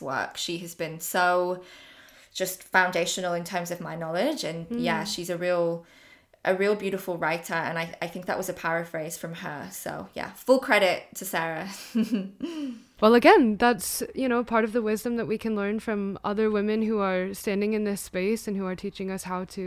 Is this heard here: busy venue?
no